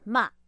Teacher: the fourth tone is down, which is ma.